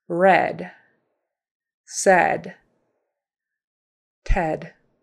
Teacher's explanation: Short E, it's not, um, your jaw is not as far down as short A.